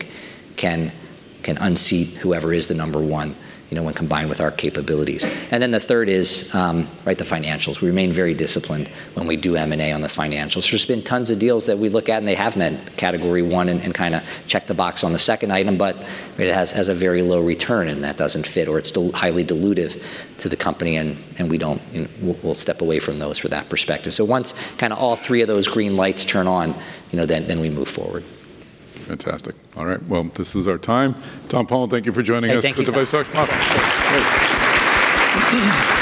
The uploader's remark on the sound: DeviceTalks Boston’s opening keynote conversation